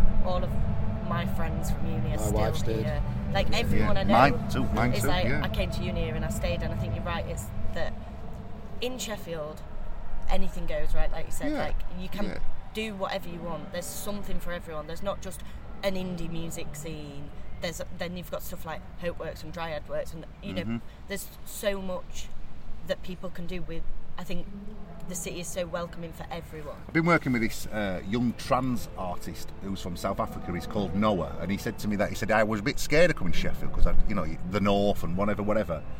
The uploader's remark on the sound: TRAMLINES FESTIVAL PRESS CONFERENCE